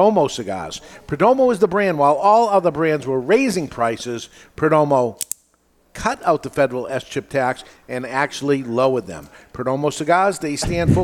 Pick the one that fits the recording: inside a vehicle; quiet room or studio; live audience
live audience